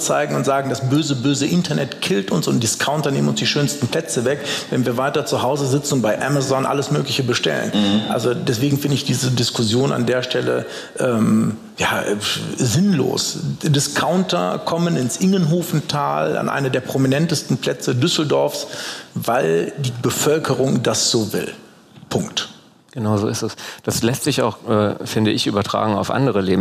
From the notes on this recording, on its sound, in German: Wurde auf der "Langen Nacht der Politik" am 8.11.2019 live aufgezeichnet. In den Fürst&Friedrich Designoffices in Düsseldorf-Friedrichstadt.